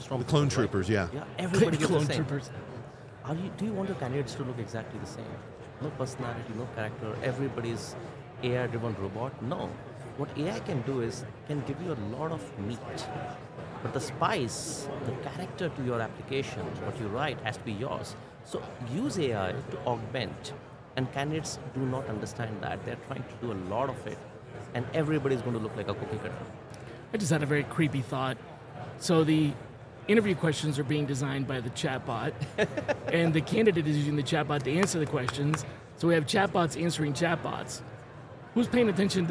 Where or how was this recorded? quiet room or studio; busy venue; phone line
busy venue